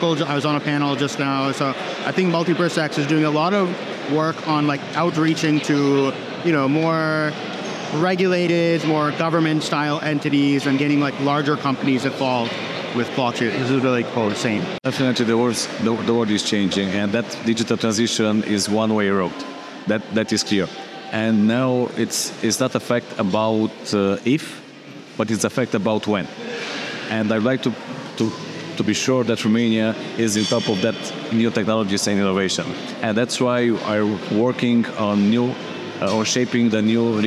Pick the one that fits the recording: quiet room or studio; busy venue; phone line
busy venue